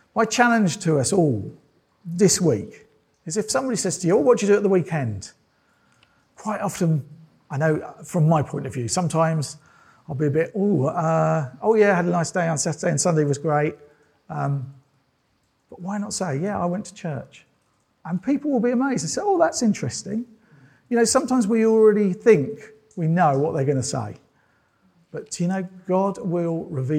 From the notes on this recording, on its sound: This sermon was preached at Welcome Baptist Church on Sunday 23rd October 2022.